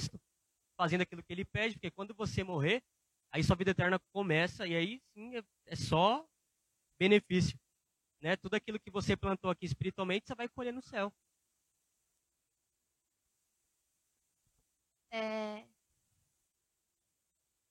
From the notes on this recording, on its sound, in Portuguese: Programa gravado no dia 21/07/2023, na Praça do Campo Limpo, em São Paulo.